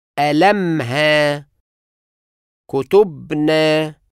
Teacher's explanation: النبر يتنقل للمقطع التاني لأنه يشمل حركة المجموعة التقيلة